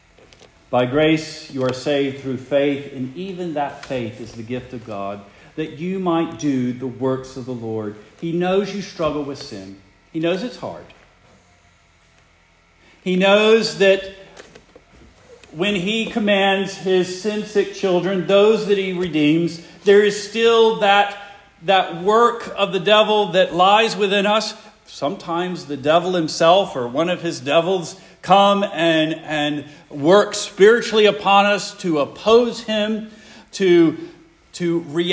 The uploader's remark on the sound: Preached the morning of December 10, 2023, for the Heidelberg Presbyterian Church in Heidelberg, Mississippi.